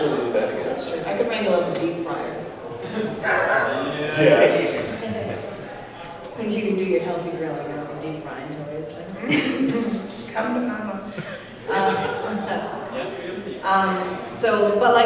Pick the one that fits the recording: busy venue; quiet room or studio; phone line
busy venue